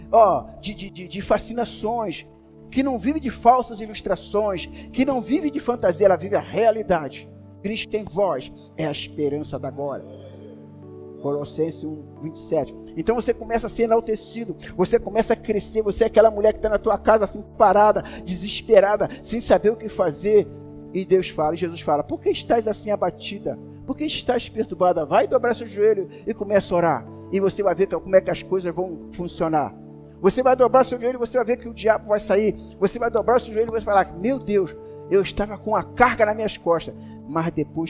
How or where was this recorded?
large echoing room